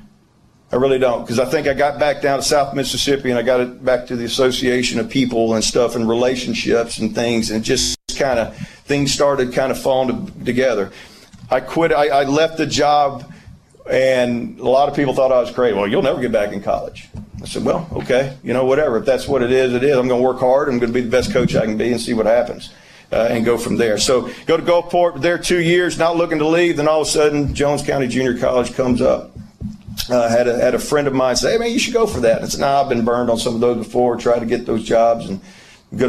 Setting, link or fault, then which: setting, busy venue